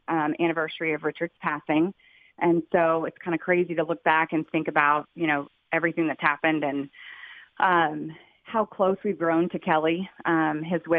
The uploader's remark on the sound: called in to the … and … show.